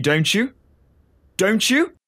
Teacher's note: His voice went up then when he said, Don't you? Don't you? That means he's asking a question.